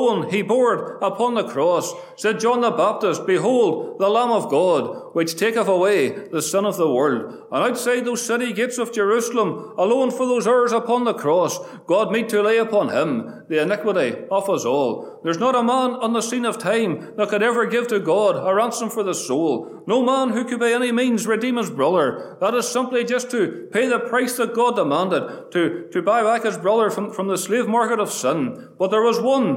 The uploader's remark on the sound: Gospel Audio from Ballyclare Gospel Hall